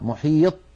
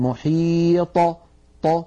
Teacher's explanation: فإذا سكنت الطاء اهتزت في مخرجها وخرجت بالتباعد بين طرفي عضو النطق · Shown in: second take · ولم تخرج بالقرع أو بالتصادم بين طرفي عضو النطق كبقية الحروف الساكنة، فنقول في السكون أطى محيط، ولا نقول محيط هكذا محيط، بل نقول محيط ط، فهكذا نخرجها بالتباعد بين طرفي عضو النطق شديدة مجهورة مستعلية مطبقة. · Term: القلقلة